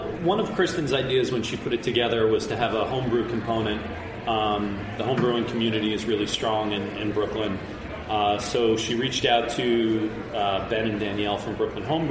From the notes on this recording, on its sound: A special off-site recording of Beer Sessions Radio. Tune in for a special off-site recording of Beer Sessions Radio. Are at Threes Brewing joined by some of their team, a group of home brewers.